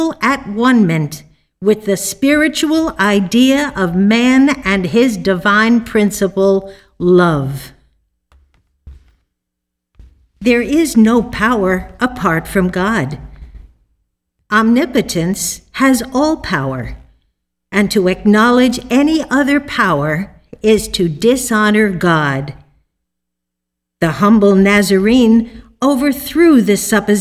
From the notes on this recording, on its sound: The Sunday service audio from April 18th, 2021